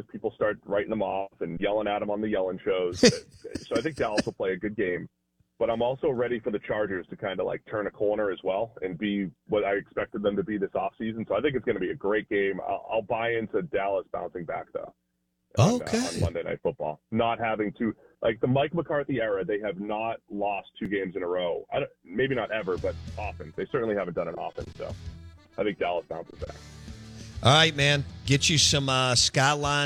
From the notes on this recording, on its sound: Joins the show on the Farm Bureau guest line talking everything NFL live in the BankPlus Studio.